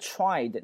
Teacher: try to lose myself in work.首先这个 T-R-I-E-D 叫 tried,那个 D 怎么没有了呢？因为在一个发音里面 D 或 T 结尾经常就失去发音了，所以那个 tried 那个 D 根本听不到